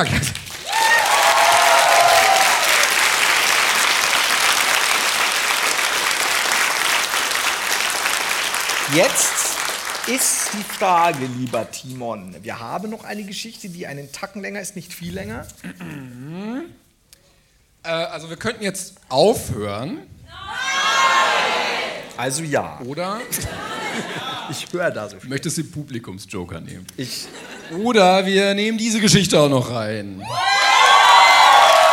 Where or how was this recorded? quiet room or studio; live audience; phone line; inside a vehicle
live audience